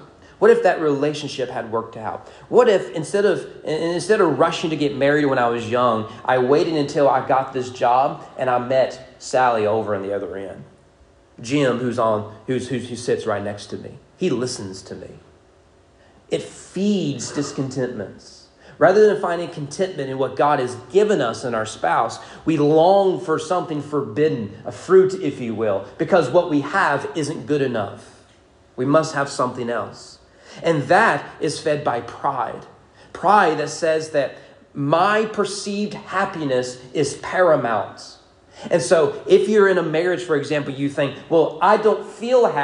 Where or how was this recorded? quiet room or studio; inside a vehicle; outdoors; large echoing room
large echoing room